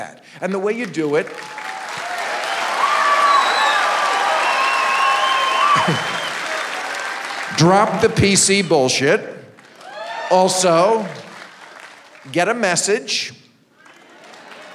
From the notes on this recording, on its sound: Live from Oklahoma